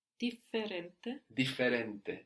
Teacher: it's the double consonants that kind of holds back a tension that's released afterwards, no? That makes it sound much more sung, no?